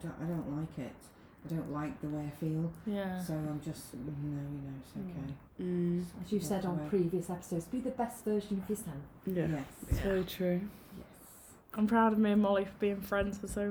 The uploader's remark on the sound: we know the sound quality is questionable we will invest in another MIC